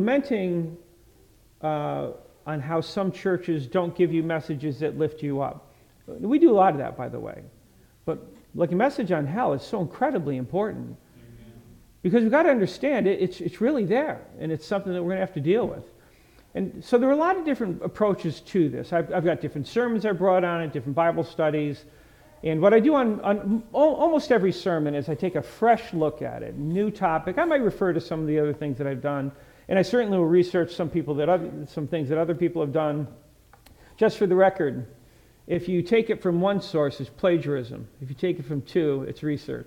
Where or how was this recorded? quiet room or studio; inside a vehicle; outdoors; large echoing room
large echoing room